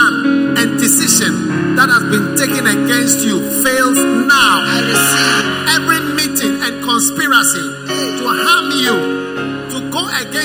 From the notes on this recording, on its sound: Preached at the First Love Center, Accra.